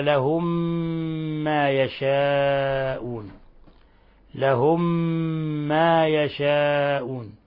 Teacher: ميم ساكنة في ميم متحركة، أضغمت الميم الأولى في الميم الثانية فصارت ميما واحدة مشددة · Term: إضغام مثلين صغير